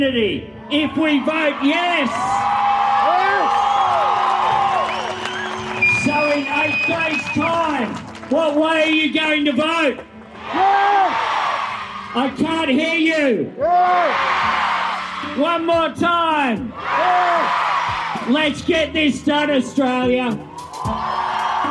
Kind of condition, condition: setting, busy venue